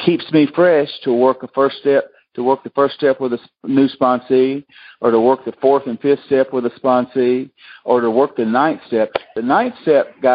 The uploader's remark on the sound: Monday Noon Phone Speakers Series.